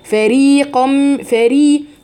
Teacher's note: فري كلها الفاء والراء والياء كل دول مرققين